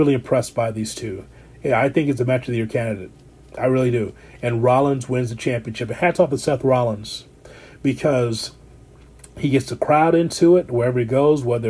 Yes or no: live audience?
no